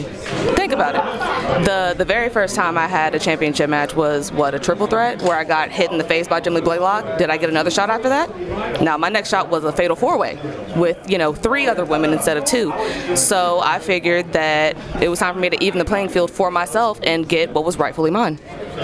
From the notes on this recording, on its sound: on location at The WrestleCenter